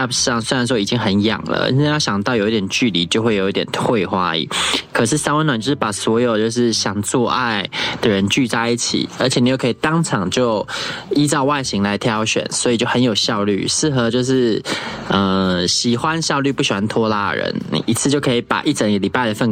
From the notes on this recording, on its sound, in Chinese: 本集是通話錄音